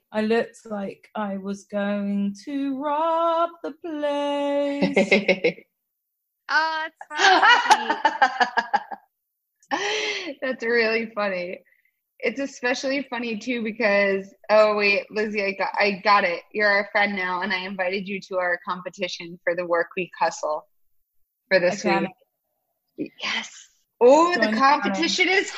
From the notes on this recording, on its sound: Beset by technical difficulties